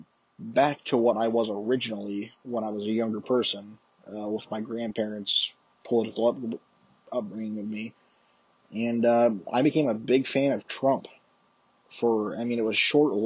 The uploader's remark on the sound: Excuse the poor audio quality